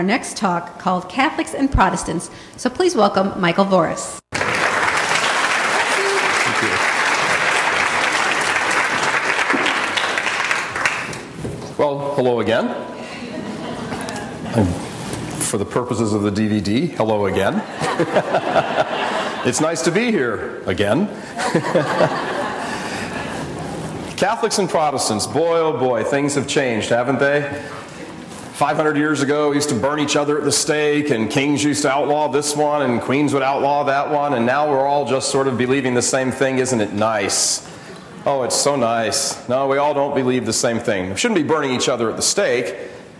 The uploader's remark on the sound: gives a talk at the Spirit & Truth Conference in Dubuque, IA in 2010